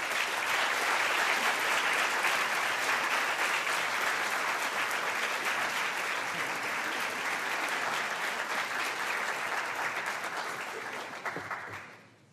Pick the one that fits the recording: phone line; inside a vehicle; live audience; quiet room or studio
live audience